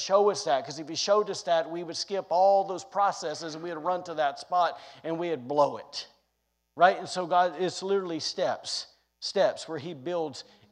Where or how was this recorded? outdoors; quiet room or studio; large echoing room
large echoing room